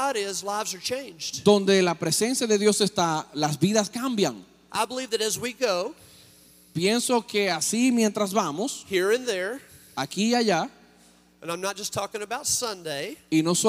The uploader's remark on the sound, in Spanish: Mensaje grabado en Iglesia Cristiana, Santo Domingo, República Dominicana.